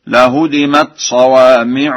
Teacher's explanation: قرأها ورش بتخفيف الدال هكذا: لهدمت صوامع وبيع وصلوات.